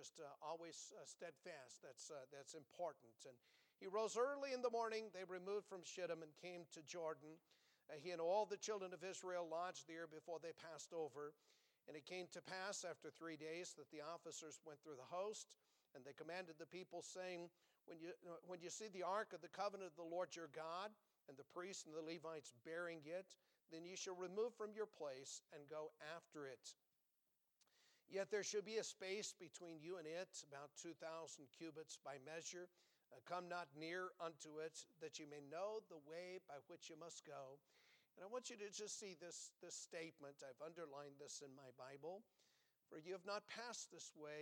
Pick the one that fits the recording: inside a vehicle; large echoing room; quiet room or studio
large echoing room